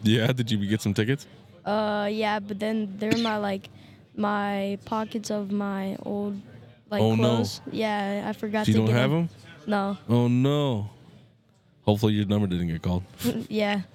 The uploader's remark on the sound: Recorded live at the Norfolk LAN Party over the weekend. We were able to interview most of the Admin team and some of the gamers.